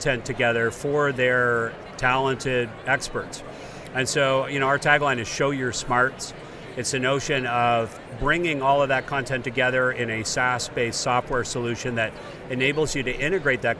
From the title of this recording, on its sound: On location at Collision tech conference in Toronto